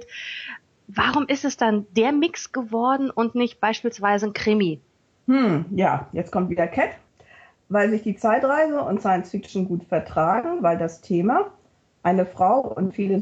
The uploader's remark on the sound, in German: Entschuldigt bitte, dass die Tonqualität leider nicht auf unserem üblichen Niveau ist, da das Interview via Skype geführt und aufgenommen wurde.